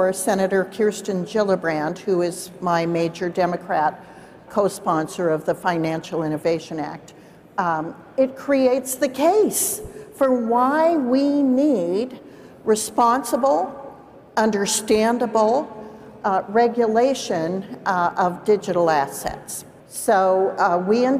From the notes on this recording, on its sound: CONSENSUS 2023: Lawmaker Town Hall. A Consensus 2023 panel.